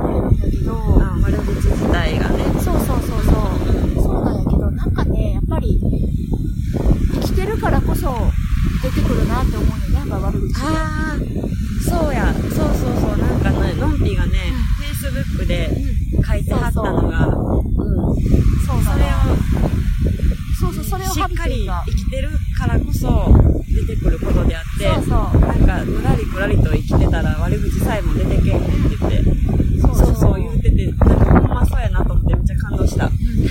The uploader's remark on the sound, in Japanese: 寝起きにゲストさんをお迎えして収録という、なんとも有難い展開となっております。明石海峡大橋の近くのビーチで早朝から収録しました！朝の海は忙しい！！波の音と、風の音も入って。